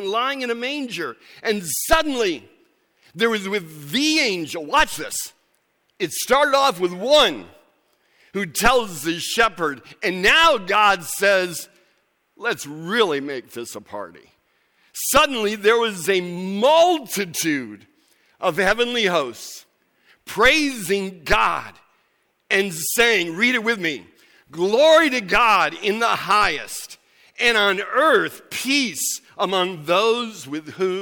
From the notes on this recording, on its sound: Recorded December 17, 2017 at Central: A Christ-Centered Church, Ewing, NJ.